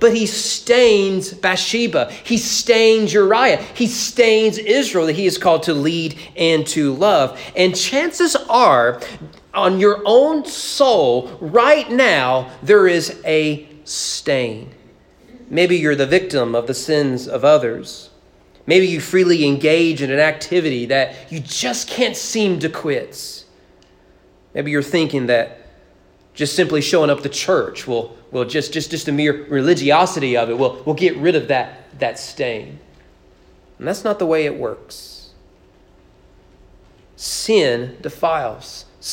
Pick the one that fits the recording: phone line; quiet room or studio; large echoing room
large echoing room